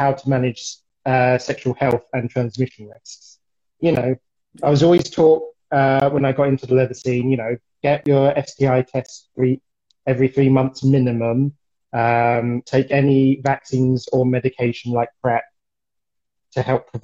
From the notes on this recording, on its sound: Recorded on 4 September 2021 on Instagram Live